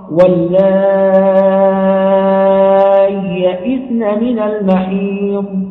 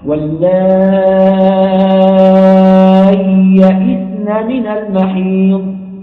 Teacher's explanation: على طول أحقق رخوة الياء الساكنة وأنتقل إلى الياء التي بعدها · Shown in: first take